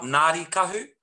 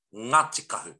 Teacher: And that NG is a ng sound. It's not a silent G with a loud N · Shown in: second take · n, no. The R sound is really an R sound, so that rangi sounds like ra, ra, ra, rangi.